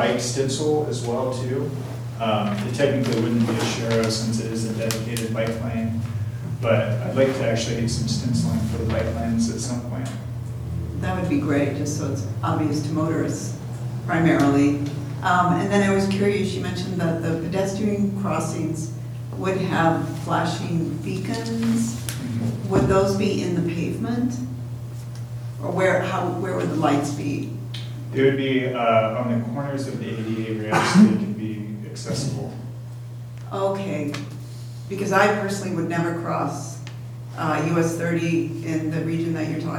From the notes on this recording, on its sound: Live recording of Astoria City Council meeting May 20, 2019.